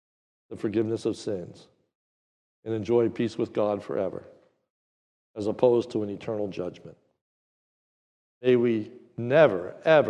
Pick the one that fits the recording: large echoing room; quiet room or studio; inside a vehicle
large echoing room